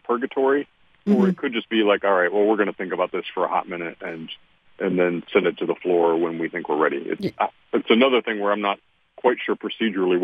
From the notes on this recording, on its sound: joined on the phone